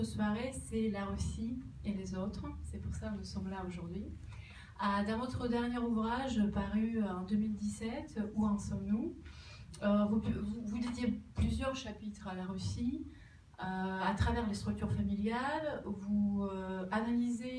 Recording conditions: poor microphone